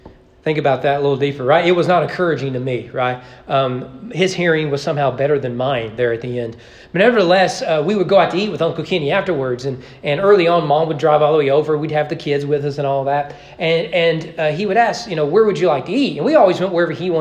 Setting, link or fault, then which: setting, large echoing room